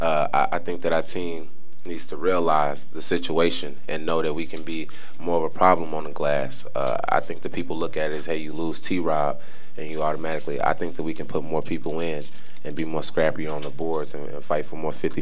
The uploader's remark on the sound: Press Conferences & Post-Game Interviews. Talk to reporters following the Jayhawks' 62-50 victory over Washburn.